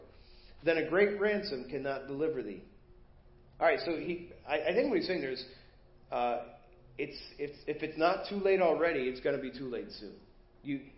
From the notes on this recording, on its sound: Preached at First Baptist Church of Hazel Park